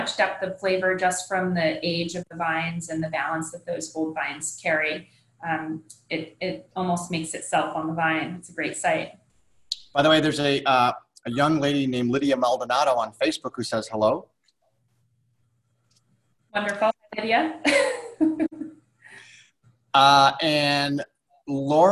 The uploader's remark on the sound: SIP Virtual Wine Tasting